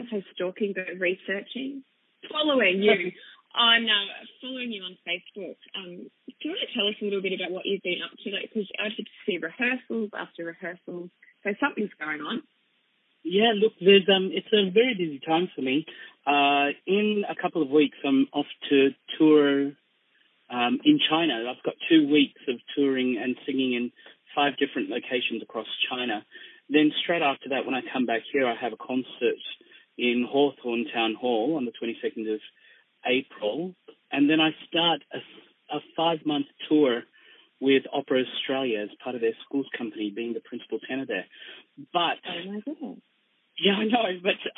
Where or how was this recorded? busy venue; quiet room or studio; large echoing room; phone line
phone line